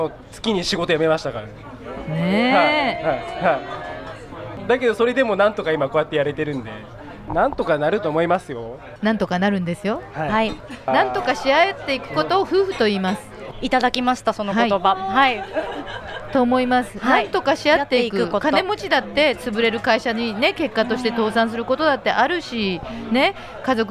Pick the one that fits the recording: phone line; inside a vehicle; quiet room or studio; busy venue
busy venue